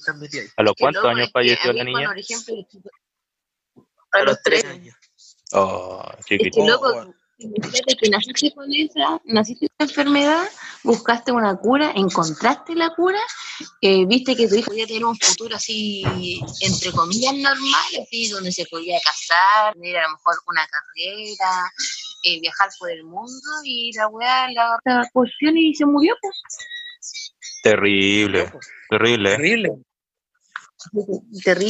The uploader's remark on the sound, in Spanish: O intentando grabar por zoom. Capítulo especial....con sonido especialmente malo xD. Intentamos grabar por zoom y el contenido nos quedo super bueno!....aunque la calidad del capítulo no lo es tanto.